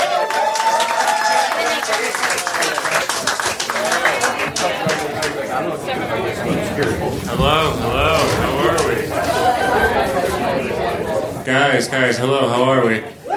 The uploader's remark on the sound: Recorded June 26, 2014 at Union Hall in Brooklyn.